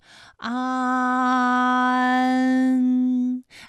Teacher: 起点元音是前低不圆唇元音啊，舌尖抵住下齿背，舌位降到最低，软腭上升，关闭鼻腔通路啊。那我们从前啊开始，舌面升高，舌面的前部抵住硬腭的前部，当两者将要接触的时候，软腭下降，打开鼻腔通路，紧接着舌面前部与硬腭的前部闭合，使在口腔受到阻碍的气流从鼻腔里透出，口型由开到合，舌位移动比较大。安，哎，我把这个过程当中啊给大家发的细一些，大家可以仔细听我的发音哈，从前啊开始，安，哎，我发的比较慢。那实际我们发安的时候呢，不用这样的慢哈，让你感受到啊到呢的一个变化，直接我们发出安就可以了。那最后这个声音呢是从鼻腔里发出的，大家 · Term: 前鼻韵母 an